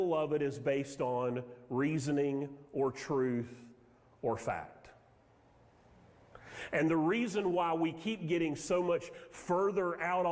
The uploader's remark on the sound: Sermon audio from Mission Church in Locust, NC.